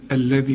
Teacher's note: الذال بنطلع فيها لسنة